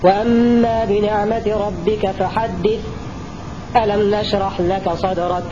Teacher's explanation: ويكون هذا السكت بدون تنفس، والسكت مقداره حركتين